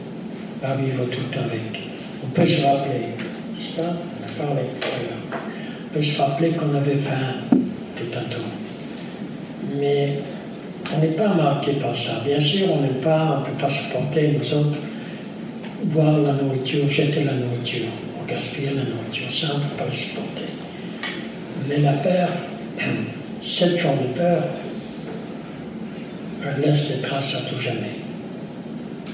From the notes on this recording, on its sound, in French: lors de cette conférence